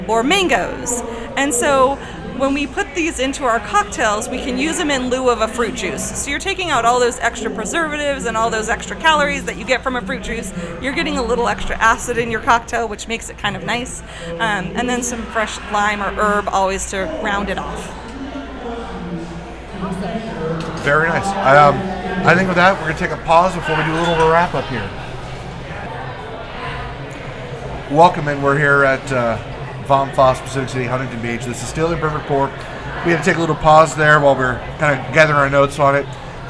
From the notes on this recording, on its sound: ON-SITE REVIEW AT VOM FASS Huntington Beach, ca. A visit to Vom Fass at Pacific City in Huntington beach, CA.